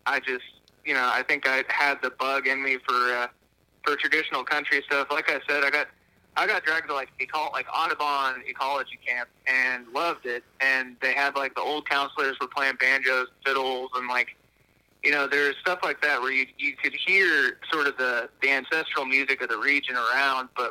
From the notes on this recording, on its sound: burnt the phone lines out to the Ozarks